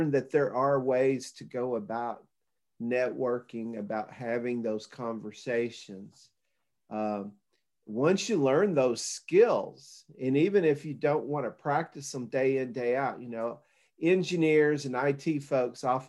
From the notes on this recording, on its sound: Zoom video interview